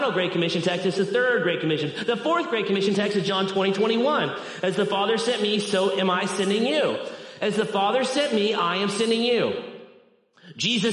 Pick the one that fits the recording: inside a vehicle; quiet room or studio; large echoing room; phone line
large echoing room